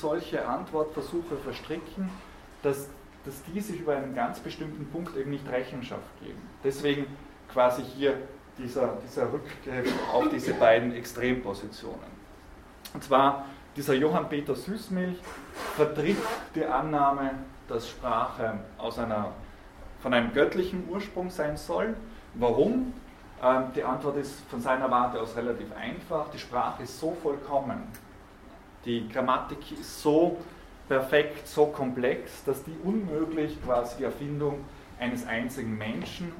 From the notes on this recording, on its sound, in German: Diese Vorlesung wurde von Studierenden aufgenommen